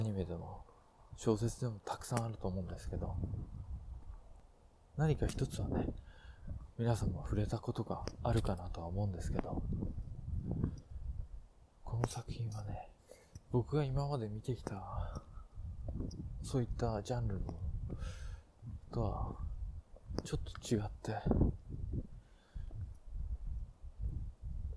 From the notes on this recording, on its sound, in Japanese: 歩きながら録ったので風の音などの雑音あります。